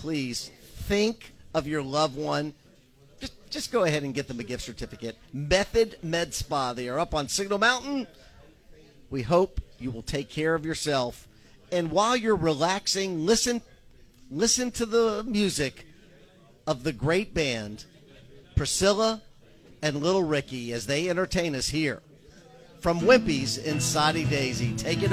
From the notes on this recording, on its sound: the live remote broadcast at Wimpie's